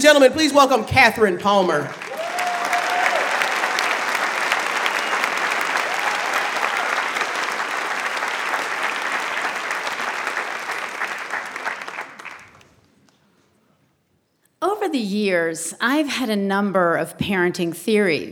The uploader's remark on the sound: The Moth Radio Hour: Live from Portsmouth. A special episode live from Portsmouth.